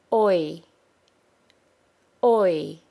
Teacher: They are both two sound vowels, meaning they are a combination of a vowel sound and a W sound or Y sound. Can you hear the Y sound at the end of the OI sound?